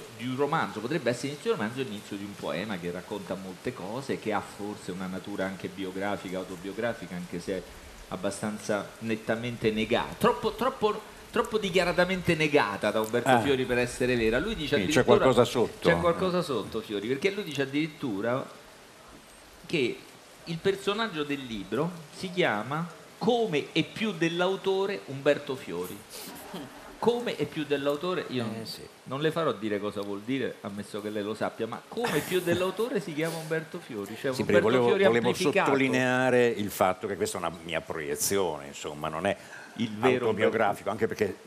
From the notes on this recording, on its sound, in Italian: In diretta da Mantova - Piazza Leon Battista Alberti - per la XXIII edizione del Festivaletteratura